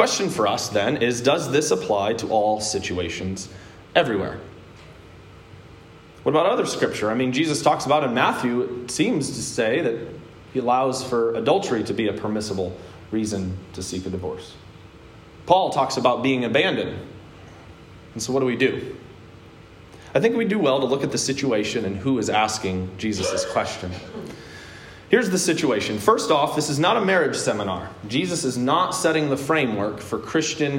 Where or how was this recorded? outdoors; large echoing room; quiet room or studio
large echoing room